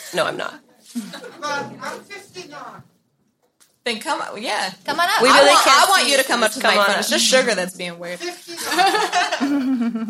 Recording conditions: live audience